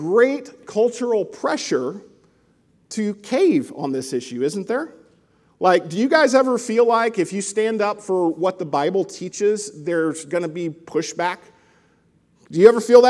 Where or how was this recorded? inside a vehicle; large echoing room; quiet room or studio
large echoing room